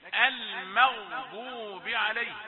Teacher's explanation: مع ملاحظة أن الميم رقيقة والغين مفخمة